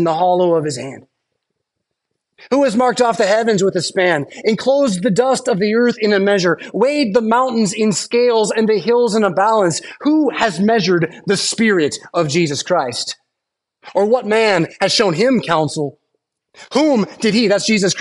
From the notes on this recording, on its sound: Preached at St Paul Lutheran Church , Rockford, Illinois on Saturday September 16th, 2023.